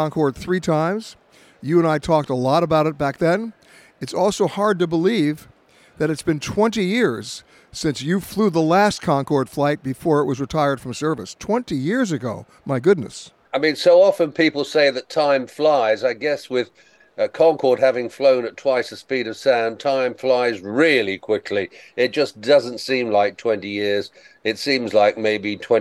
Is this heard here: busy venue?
yes